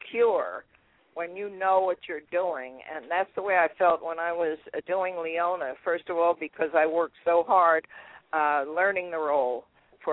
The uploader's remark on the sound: call in to share their reactions